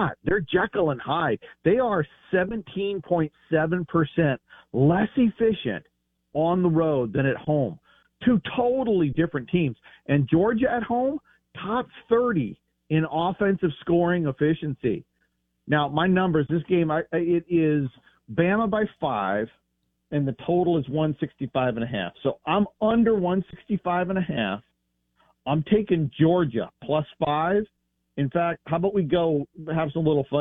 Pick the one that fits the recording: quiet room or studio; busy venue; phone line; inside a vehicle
phone line